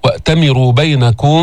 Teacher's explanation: ميم مخفات في اللفظ، بغنى عند الباء · Term: إخفاء شفوي